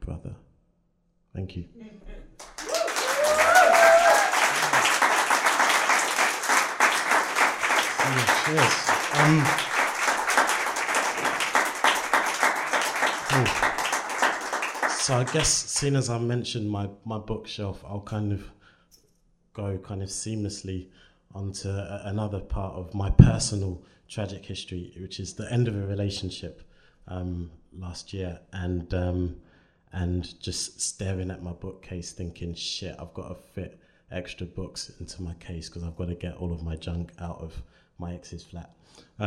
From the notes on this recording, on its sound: The third of three live recordings from our Tragic History live event which took place at the Hackney Attic on the 16th May 2014.